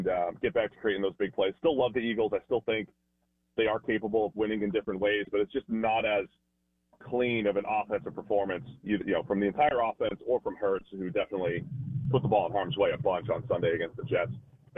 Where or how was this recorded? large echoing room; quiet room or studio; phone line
phone line